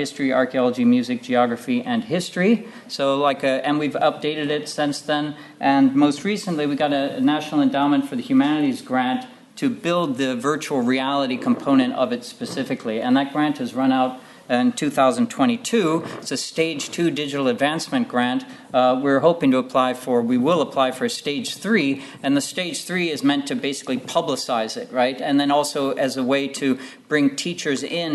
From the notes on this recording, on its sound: at the 2022 Tudor and Stuart Ireland Conference